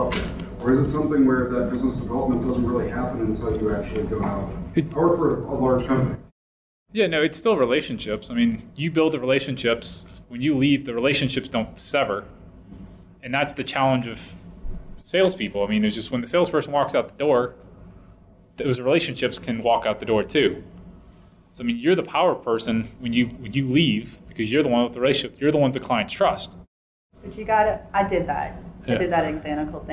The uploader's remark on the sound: panel from our may 2016 Engineering Career Summit in New Orleans